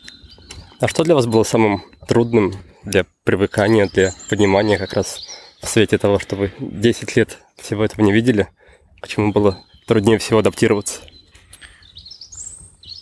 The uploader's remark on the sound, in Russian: Записать интервью во время прогулки.